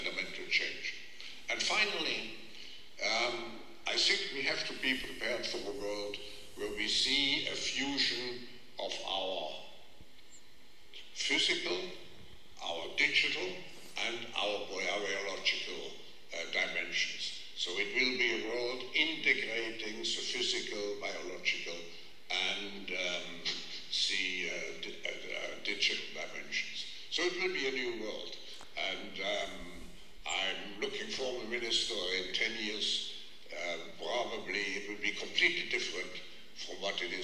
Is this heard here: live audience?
yes